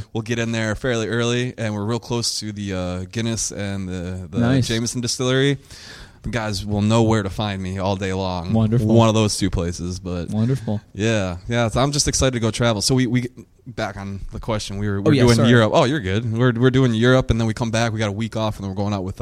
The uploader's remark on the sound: Live in Downtown Los Angeles at the Fearless Records Pop-up